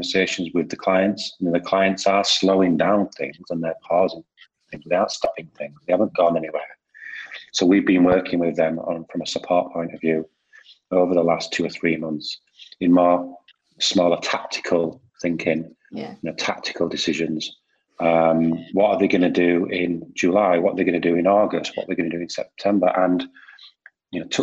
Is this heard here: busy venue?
no